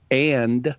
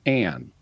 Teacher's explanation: dropping final plosives when they're part of a consonant cluster · Shown in: second take · So like D is a plosive, and so you would, but N is a consonant.